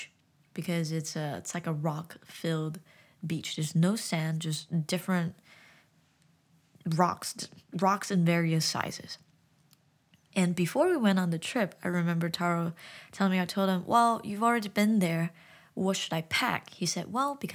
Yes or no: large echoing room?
no